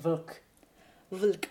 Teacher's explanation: Das sind auch nur drei Konsonanten, aber trotzdem hört man irgendeinen Vokal